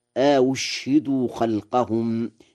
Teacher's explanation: بهمزتين، الأولى مفتوحة والثانية مضمومة مسهلة وإسكان الشين